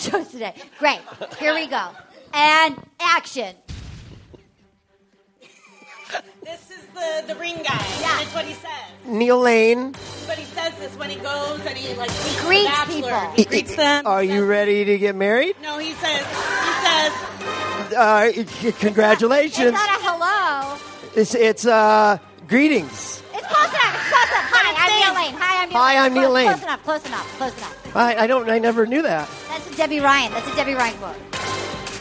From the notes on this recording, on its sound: Live from SF Sketchfest. It's LIVE from the San Fransisco Sketchfest.